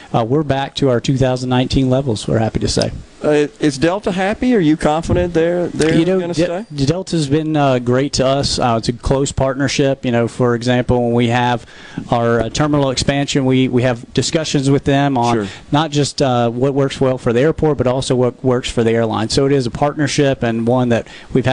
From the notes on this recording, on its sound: MidDays is LIVE from Mossy Oak in West Point for the kickoff of the 44th Annual Prairie Arts Festival this weekend.